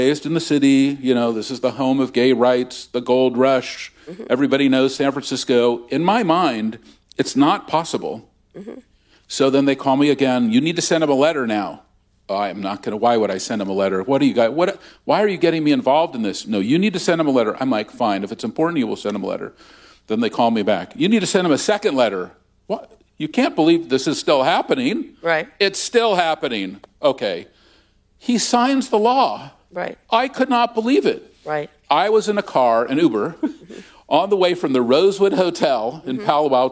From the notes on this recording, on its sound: Recorded at the Upfront Summit on March 2, 2023.